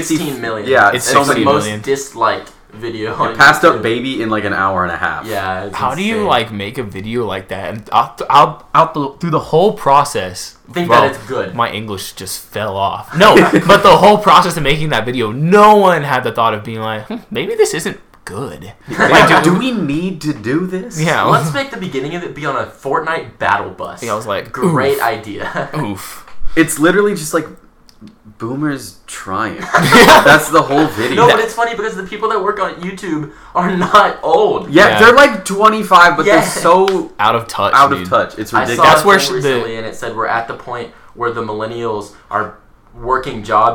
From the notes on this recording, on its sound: We jinxed ourselves on the mic quality, sigh...